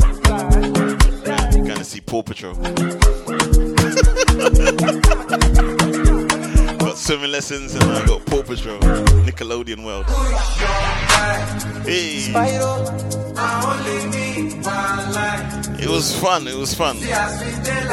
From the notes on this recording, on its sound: LIVE FROM THE UCOM MAS CAMP